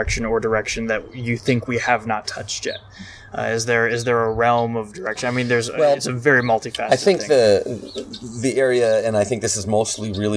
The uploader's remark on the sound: We had an amazing conversation on his back deck, the excessive noise from being outdoors is unfortunate.